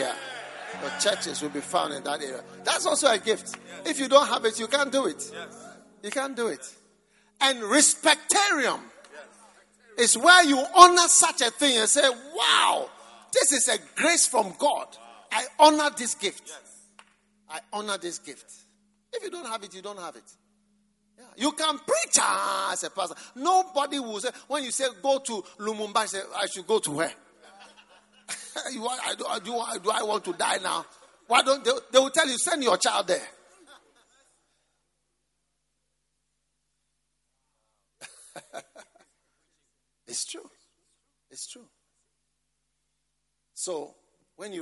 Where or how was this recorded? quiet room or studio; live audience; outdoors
live audience